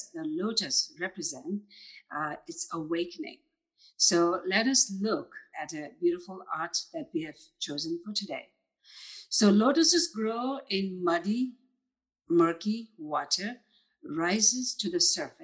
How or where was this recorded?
video call